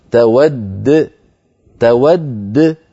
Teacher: تود آخرها دال المشددة، لما تقف عليها لابد من قلقلة الدال، تود فتقف بدالين، الدال الأولى مدغمة والثانية ساكنة مقلقلة